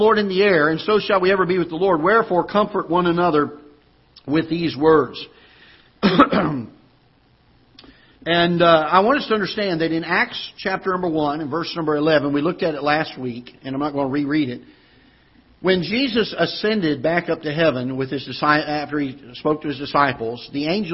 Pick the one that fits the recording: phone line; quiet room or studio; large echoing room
large echoing room